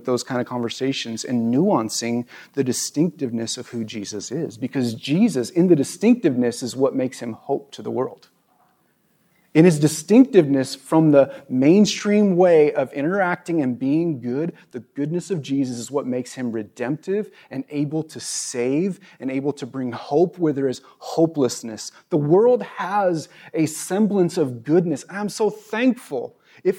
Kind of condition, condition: setting, large echoing room